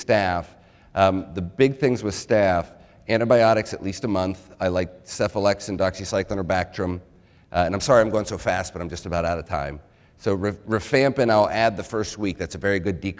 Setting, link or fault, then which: setting, live audience